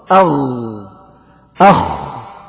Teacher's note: أدنى الحلق ويخرج منه الغين والخاء